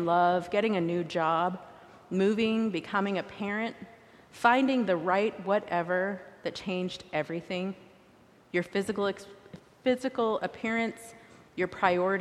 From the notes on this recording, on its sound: recorded live at the 10:00am service on Sunday, August 6, 2023.